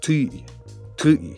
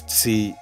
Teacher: Ket uses a T sound at the beginning of some words, whereas in the Athabaskan languages, you'd have a ts.